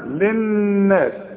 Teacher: النون لازم تشدد، لازم تغن